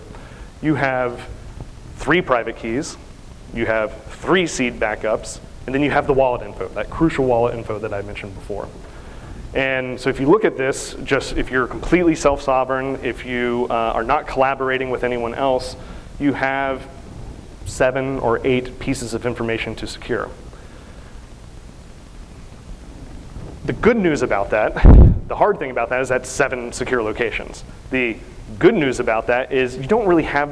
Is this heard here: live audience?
yes